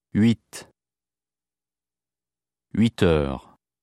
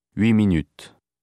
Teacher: The final consonant of huit is pronounced when the number occurs in isolation or before a vowel sound. · Shown in: first take · Before a consonant sound, it is not pronounced.